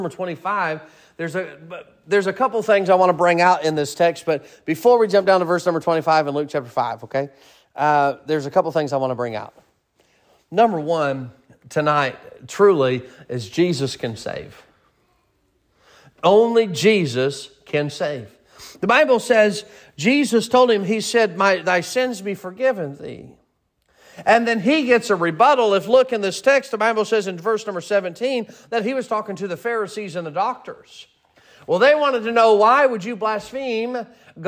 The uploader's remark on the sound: Sermon preached at Mid County Baptist Church